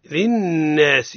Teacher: للناس النون مشددة حكمها إظهار الغنة فيها